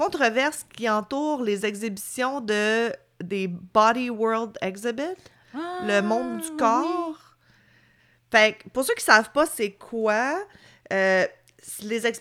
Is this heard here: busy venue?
no